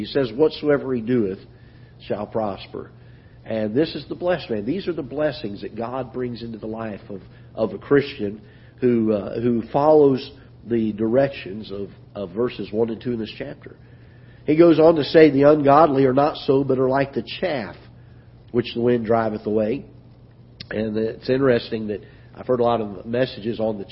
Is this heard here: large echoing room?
yes